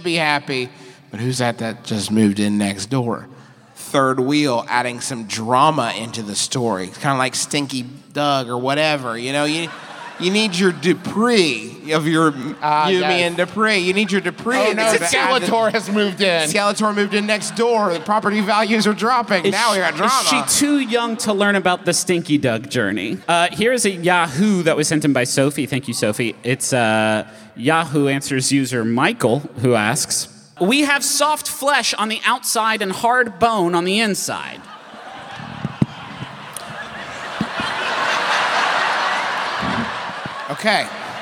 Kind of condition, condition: setting, live audience